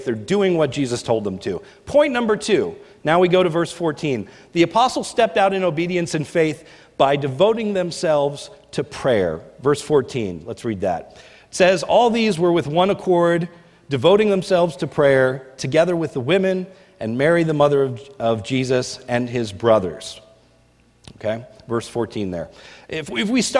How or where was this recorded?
large echoing room